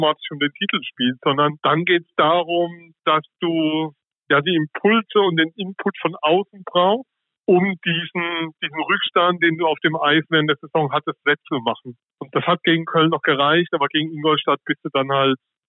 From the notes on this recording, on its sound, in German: am Telefon zugeschaltenen Gast